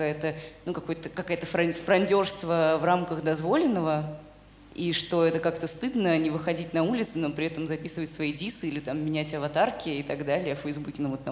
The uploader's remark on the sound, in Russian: Live в Алматы. Мы провели первую открытую запись подкаста за пределами России — в Казахстане, на фестивале The Art of Storytelling.